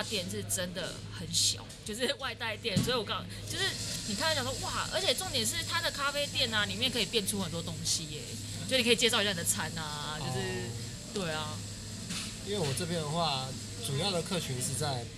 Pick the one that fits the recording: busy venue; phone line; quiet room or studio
busy venue